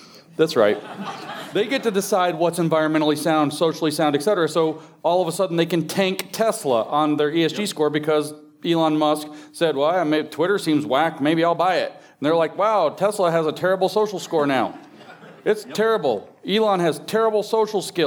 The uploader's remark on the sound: In this third and final panel of Sovereign Nations's The Theology of Marxism Conference. Live on stage.